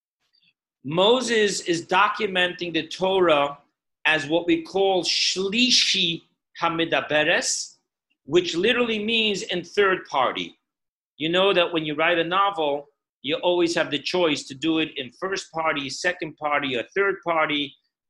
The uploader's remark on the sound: Zoom Parsha Class